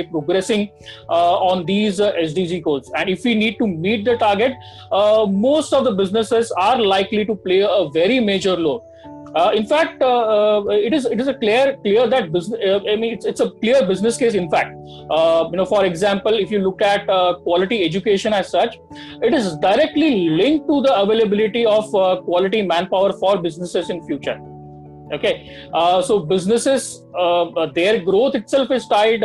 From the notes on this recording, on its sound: interactive session over zoom